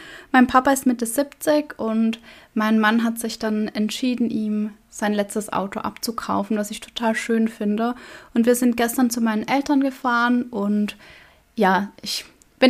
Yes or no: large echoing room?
no